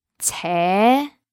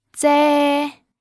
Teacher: the difference is that the C is aspirated while the Z is not.